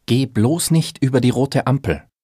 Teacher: In Aussagen wird bloß betont gesprochen